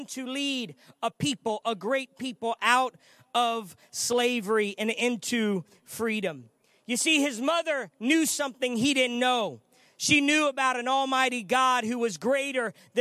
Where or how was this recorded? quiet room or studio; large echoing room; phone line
large echoing room